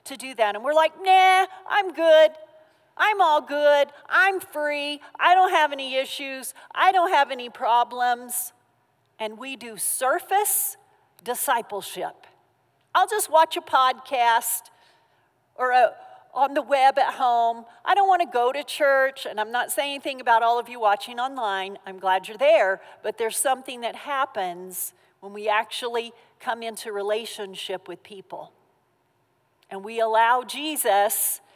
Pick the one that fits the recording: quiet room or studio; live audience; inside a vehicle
live audience